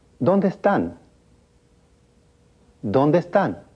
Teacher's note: Notice that the final E of ¿dónde? And the initial E of ¿están? Sound as if they were only one E.